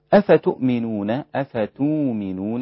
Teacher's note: بإبدال الهمزة واوا للإمام ورش وأبو جعفر